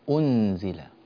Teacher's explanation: لا، لا تقولي أنزل أنزل أنزل، عودي بالشفتين يا بنتي، أنزل، اعتمدي على مخرج النون، أنزل مخرج النون قريبا إلى مخرج الزاي، يعني لا يلتصق اللسان